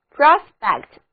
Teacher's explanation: 第一个音节是重读音节